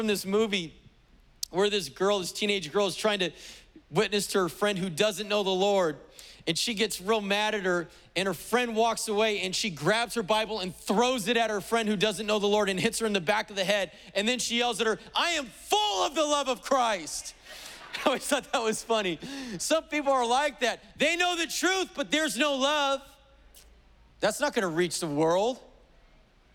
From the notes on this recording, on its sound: was preached on July 18th at the 11:30AM service